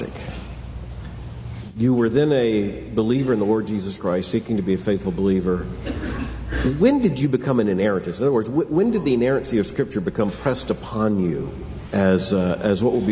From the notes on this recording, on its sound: from the Shepherds' Conference - Inerrancy Summit